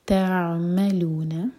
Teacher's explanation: واللہ بما، دو سلیبل والا ورڈ ہے تو بی پر زور دیں گے. تعملون، ساکن کے بعد میم، میم پر زور، اور عین پر جھٹکا نہ ہو، عین ساکن پر.